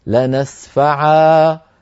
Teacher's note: لو وقفنا اضطرارا أو اختبارا نقف لنسفعا هكذا بإبدال نون التوكيد ألفا